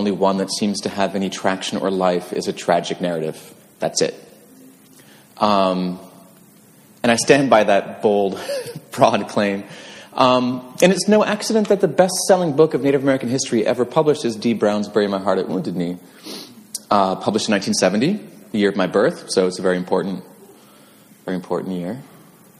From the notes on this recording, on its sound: This conversation was originally recorded live at the American Writers Museum.